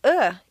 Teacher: The uh is one of the four reduced vowel sounds that are made in the throat.